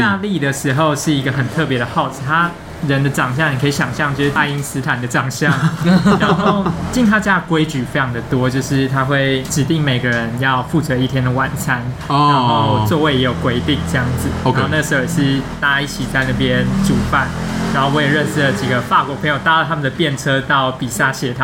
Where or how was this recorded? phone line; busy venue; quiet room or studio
busy venue